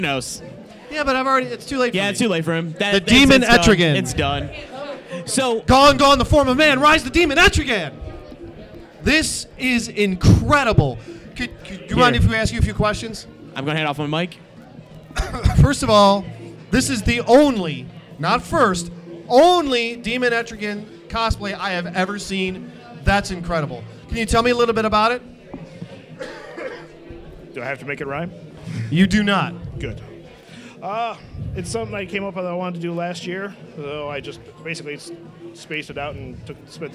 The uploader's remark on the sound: The second part of our live appearance from Carol and John's Comic Shop in Cleveland for FCBD 2018.